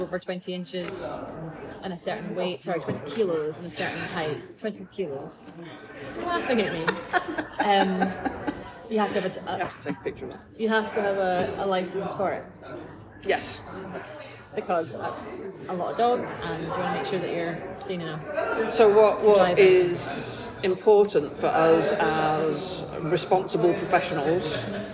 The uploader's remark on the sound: (please note this episode is recorded in Starbucks so may have more background noise than a usual podcast).